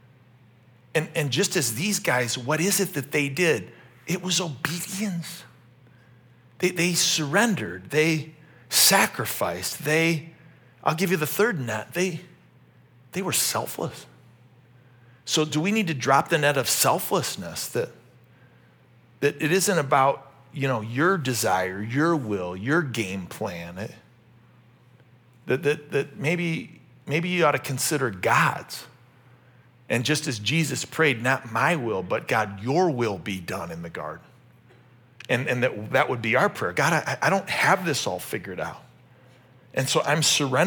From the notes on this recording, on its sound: This message was originally preached at Highpoint Church on Sunday, April 16, 2023.